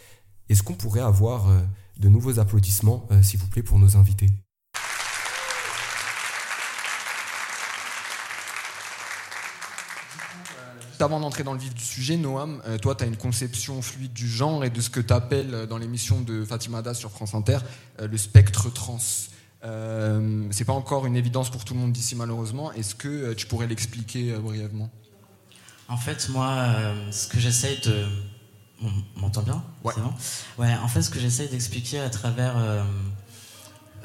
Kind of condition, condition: setting, live audience